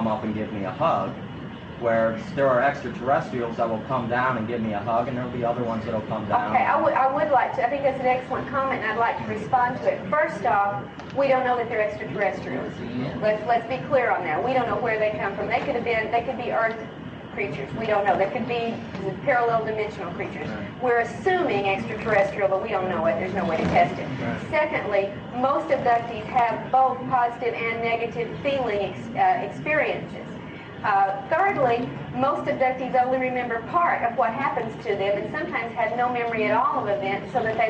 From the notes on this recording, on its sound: Sorry for the poor audio quality.